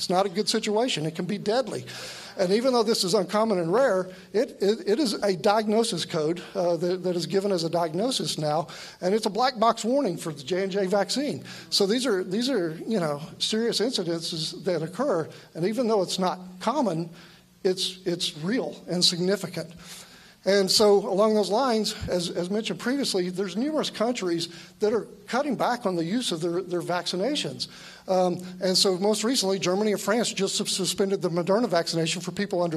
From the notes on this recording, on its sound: Recorded live November 21, 2021 Texas Covid-19 Summit